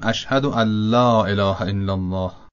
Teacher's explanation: بعضی لازم میدانن که نون رو در لام ادغام کنیم، یعنی نون رو نخونیم، در عوض لام رو با تشدید بخوانیم، بگیم اشهد ان لا اله الا الله.